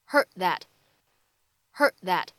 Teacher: heardthat。放在一起的话呢，会有一个不完全爆破